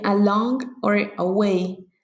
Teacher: Iambs are metrical feats consisting of one unstressed syllable followed by one stressed syllable